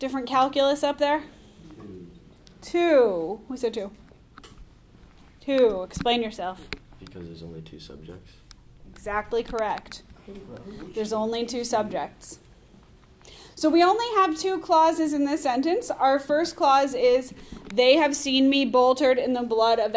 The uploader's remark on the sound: Recorded in class on 10/25/19. Audio unedited... Normally I cut the recording down but this time I'm letting it roll exactly as it happened in class.